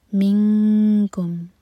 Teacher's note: اخفا کریں گے، نون کی آواز کو ٹچ نہیں کریں گے